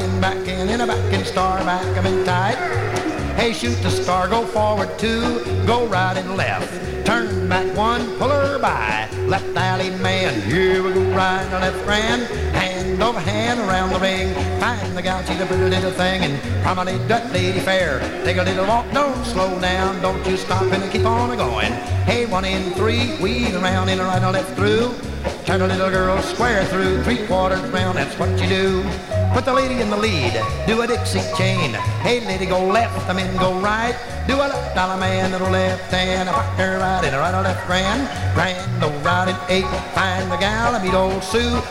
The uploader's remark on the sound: Track one, record TWO from the 1964 Blue Star Jubilee Square Dance held in the Sam Houston Auditorium.